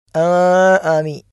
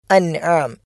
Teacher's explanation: സുക്കൂനുള്ള നൂനും ഐനും വെളിവാകുന്ന രൂപത്തിലാണ് നമ്മൾ ഉച്ചരിക്കേണ്ടത് · Shown in: second take · അപ്പോൾ വ ഇന്നലക്കും ഫിൽ അൻ ആമി എന്ന് തന്നെ നൂനും ഐനും വെളിവാകുന്ന രൂപത്തിൽ ഇൽഹാർ ചെയ്തുകൊണ്ടാണ് നമ്മൾ ഉച്ചരിക്കേണ്ടത്.